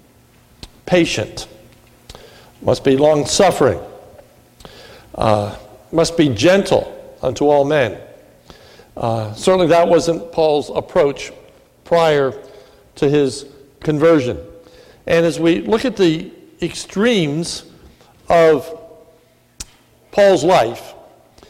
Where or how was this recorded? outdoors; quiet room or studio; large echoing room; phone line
large echoing room